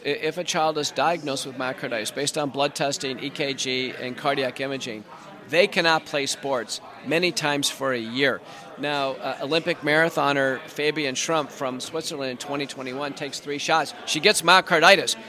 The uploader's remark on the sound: In Washington DC at CPAC for this interview.